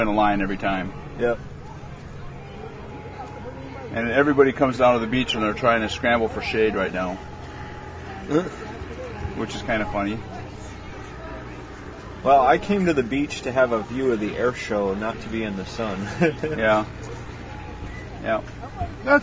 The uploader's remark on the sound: Recording from the beach (for realz)